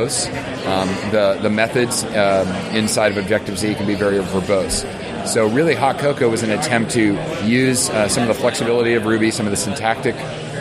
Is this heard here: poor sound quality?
no